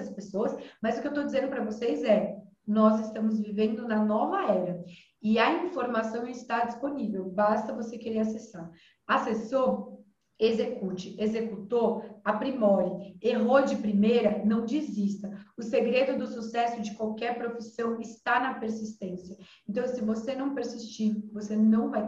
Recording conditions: video call